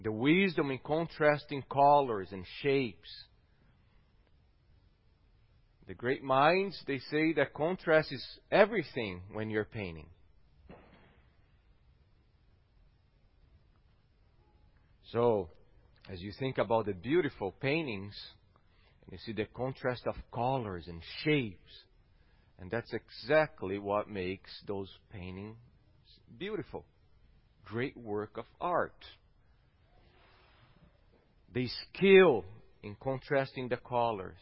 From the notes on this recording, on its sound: at Gracious Cross Reformed Church Salem on Sunday, January 24th, 2021.